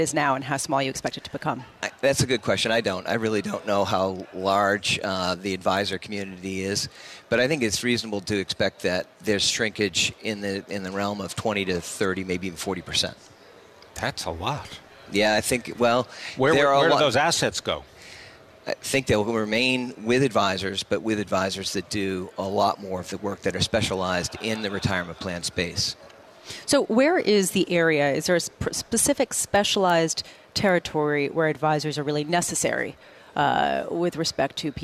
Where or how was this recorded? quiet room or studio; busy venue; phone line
busy venue